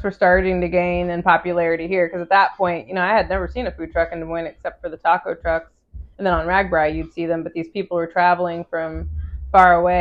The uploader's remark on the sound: This episode also had a mic malfunction and I contemplated doing it over.